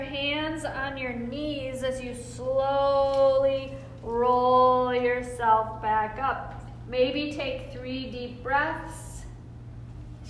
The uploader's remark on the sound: This is a live excerpt from ‘Strong Spirits Mindfulness & Movement Chair Yoga Program for Any Age and Accessibility Level’ enrichment workshop lecture for a group of corporate professionals